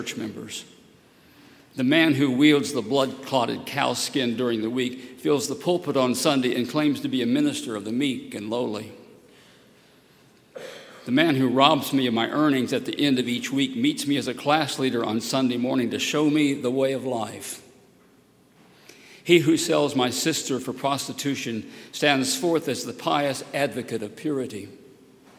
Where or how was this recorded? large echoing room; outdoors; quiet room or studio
large echoing room